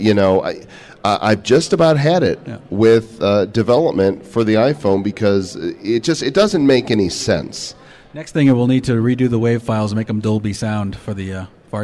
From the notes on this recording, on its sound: Live From AffCon 2010. Talks with attendees live on the convention floor.